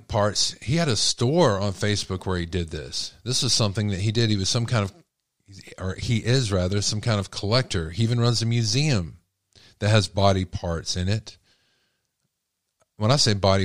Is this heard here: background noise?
no